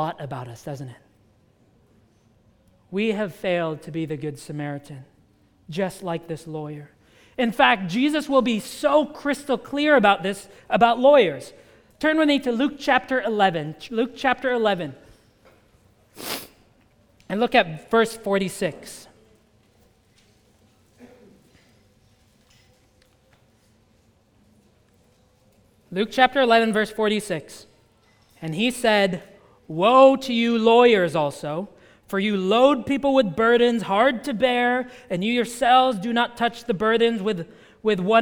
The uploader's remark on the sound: at the United Christian Church of Dubai